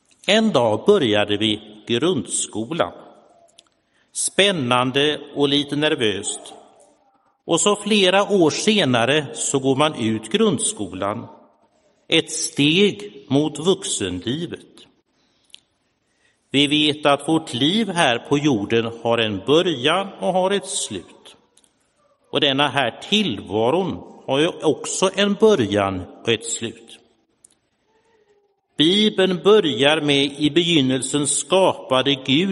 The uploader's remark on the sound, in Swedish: Inspelad i Roseniuskyrkan den 24 juli 2022.